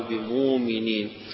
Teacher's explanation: الإبدال يبدل الهمزة فيحذفها ويقرأها واو